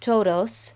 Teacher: If it sounds like todos, then you're not bringing your tongue towards your teeth enough, and instead you're pronouncing it like we do in English. The tongue is hitting the roof of your mouth rather than the teeth.